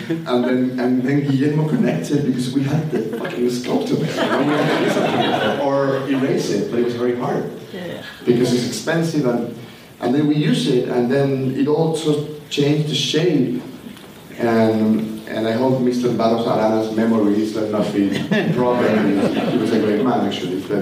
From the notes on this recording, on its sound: A live Q & A from NYFF in October on the film Neruda.